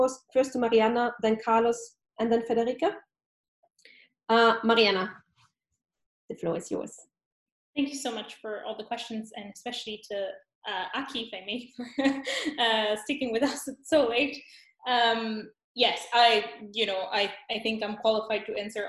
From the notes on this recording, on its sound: This podcast is a recording of the NORTIA webinar